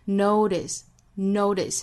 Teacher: notice 里面的 t 的音更多弹出来